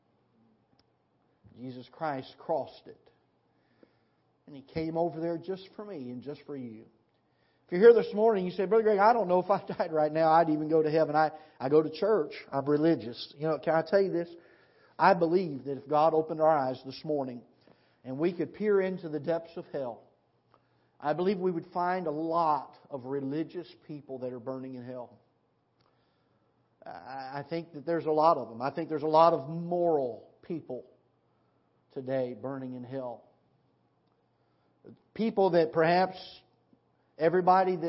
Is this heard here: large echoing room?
yes